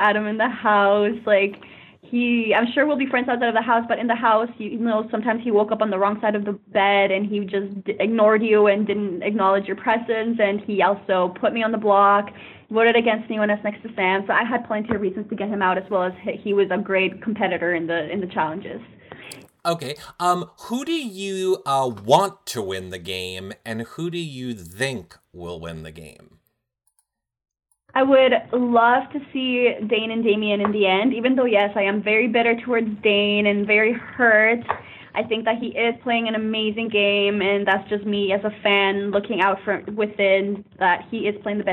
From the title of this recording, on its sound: Phone Interview